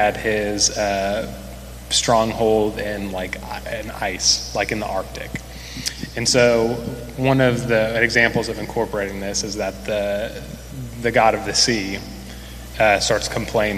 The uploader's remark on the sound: Recorded during a live panel discussion.